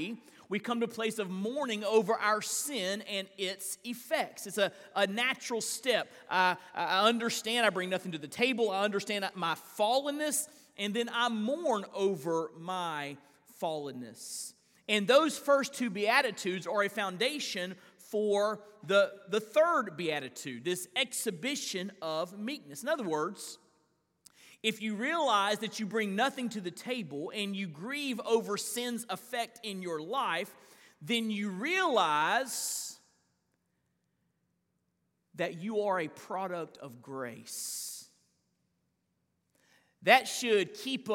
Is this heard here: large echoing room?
yes